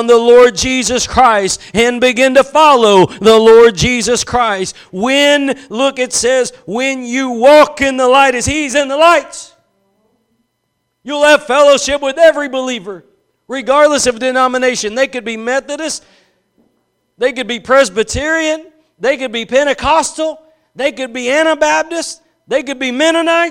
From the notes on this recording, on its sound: Preached at Gospel Lighthouse in Bossier City, La.